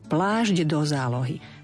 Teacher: Plášť do zálohy, ak urobím prestávku pred tou predložkou do, ale ak to spájam, a myslím si, že v tomto poňatí celého tohoto úrivku čítania je potrebné brať do úvahy spojenie týchto troch slov plášť do zálohy. Vtedy nám zaznie spodobované, teda zmenené vo výslovnosti toto koncové šť na žď.